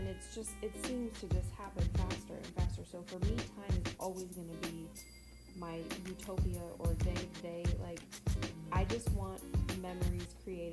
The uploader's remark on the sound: we were all pretty tired recording this and were speaking at a lower decibel level than usual!